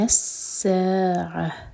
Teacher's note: سا پہلے پورا دو حرکہ کھینچ لیں اس کے بعد عین کی آواز آنی چاہیے، ساعة اور ان میں تا مربوطہ ہا میں چینج ہوگا